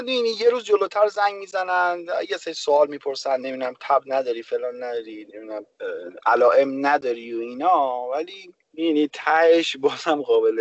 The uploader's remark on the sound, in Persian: با توجه به اوجگیری شیوع ویروس کرونا و ضبط اسکایپی جداگانه هر بخش از پادکست تصمیم گرفتیم که به محض ضبط هر بخش در قالب یک قسمت مستقل آن را منتشر کنیم.